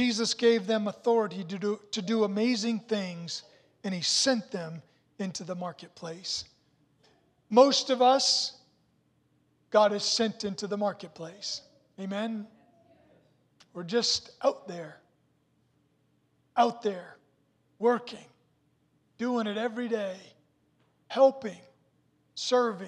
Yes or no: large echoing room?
yes